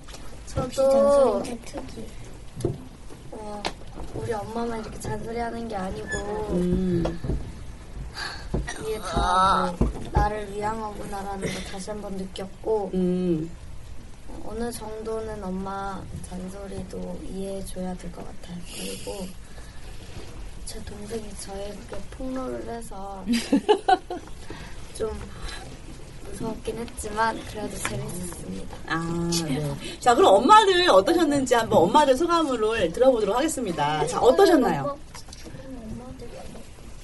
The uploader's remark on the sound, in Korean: 인터넷라디오 방송이 시작된이래 최고로 많은 인원이 최고로 시끌거리는 녹음을 무사히 마쳤습니다. 진관동 은빛초등학교에 다니고 있는 학생들과 학부모님들이 방학을 맞아 특별한 추억을 만들고자 방송국을 찾았는데요. 녹음실은 그야말로 폭풍의 현장이었습니다.